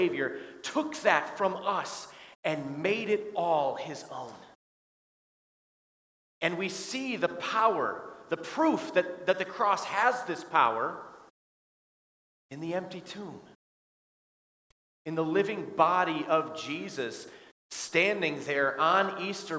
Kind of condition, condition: setting, large echoing room